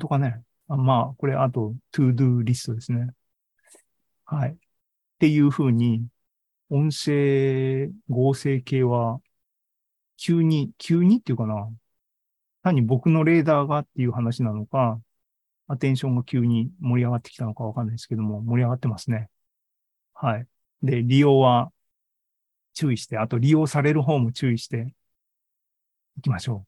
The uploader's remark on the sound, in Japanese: ２０２３年４月２６日に開催した ZOOMライブの模様です